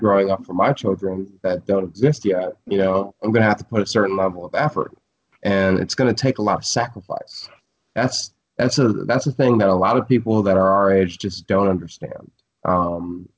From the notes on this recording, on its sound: Currently in Budapest. Were able to get a skype interview. All the way in Martha's Vineyard.